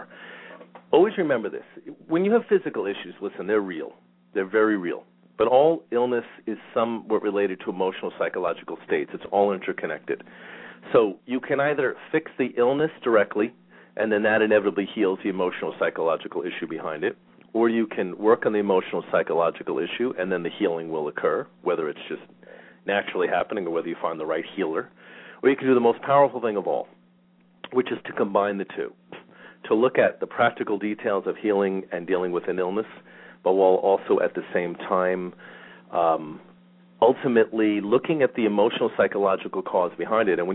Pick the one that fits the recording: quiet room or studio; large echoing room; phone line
phone line